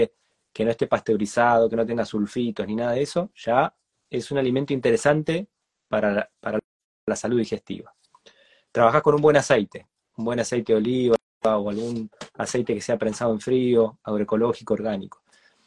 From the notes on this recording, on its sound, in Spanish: Audio de la charla en vivo por Instagram